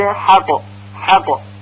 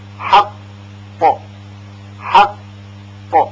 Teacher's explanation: در این کلمه برای تلفظ قاف مشدد بعد از تلفظ ح بلافاصله اقصى لسان به طرف حنک اعلا یعنی سقف دهان بالا میره و هوا را حبس میکنه، و بعد از چند لحظه زبان کنده میشه و به طرف پایین میاد و قاف تلفظ میشه حق با حق با حق با. البته اگر بدون تشدید باشه مثل حق حق با سرعت تلفظ میشه، اما با تشدید قدری فاصله لازم داره